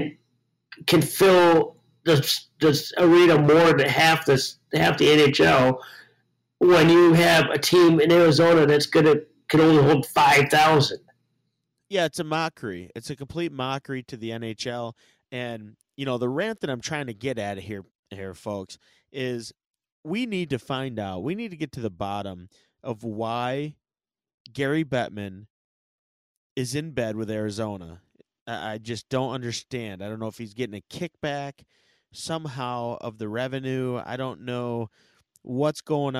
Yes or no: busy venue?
no